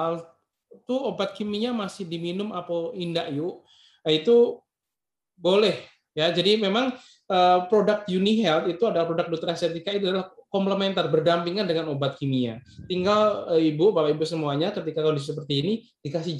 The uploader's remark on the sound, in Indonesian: Podcast ini adalah hasil rekaman dari Webinar "Modal Nekat Jadi Super Leader" pada sesi Q&A.